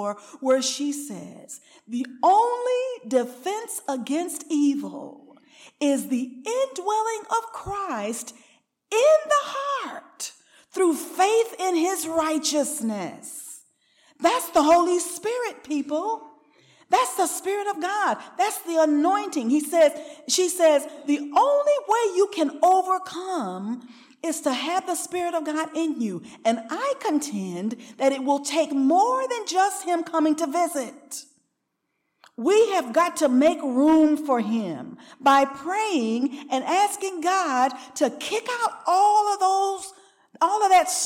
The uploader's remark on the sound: recorded on November 18, 2023, at Ringgold Seventh-day Adventist Church.